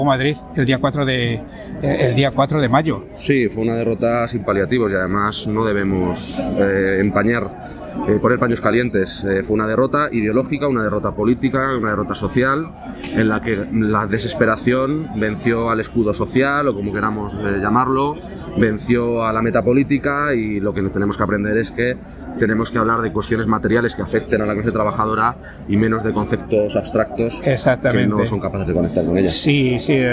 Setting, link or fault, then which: setting, busy venue